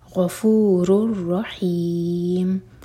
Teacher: تنوین کے بعد را ہے تو ادغام بغیر غنہ کا